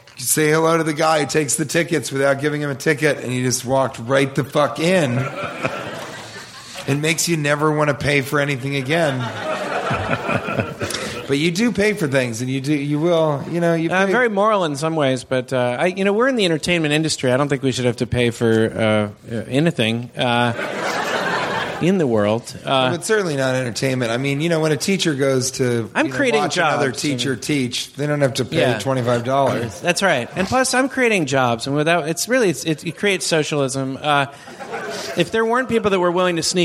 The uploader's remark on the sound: Live from Portland!